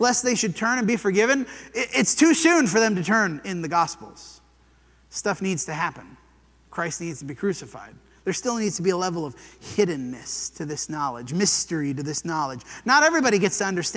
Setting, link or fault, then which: setting, large echoing room